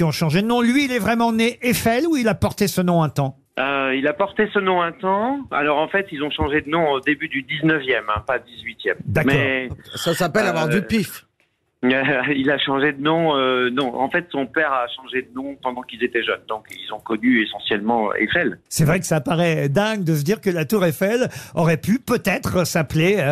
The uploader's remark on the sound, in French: Était au téléphone ce 28 septembre dans "Les Grosses Têtes".